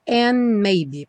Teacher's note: Passa do N direto para o M, and maybe, porque o D do and não vai ser pronunciado